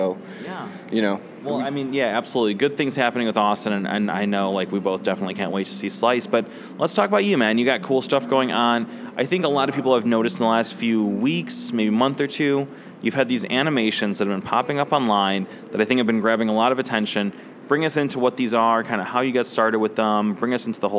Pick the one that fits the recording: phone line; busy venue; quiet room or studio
busy venue